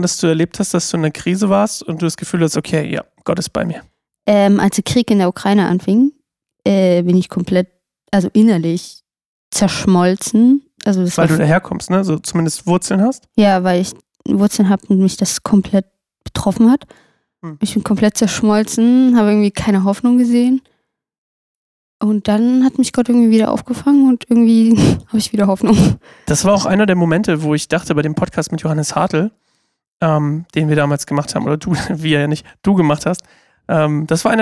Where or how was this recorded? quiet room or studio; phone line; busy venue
quiet room or studio